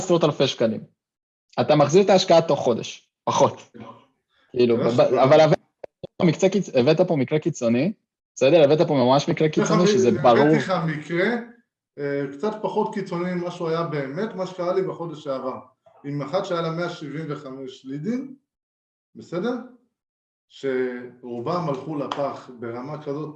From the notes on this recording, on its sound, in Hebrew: השיחה שלנו הייתה בלייב באינסטגרם אבל גם הוקלטה בזום.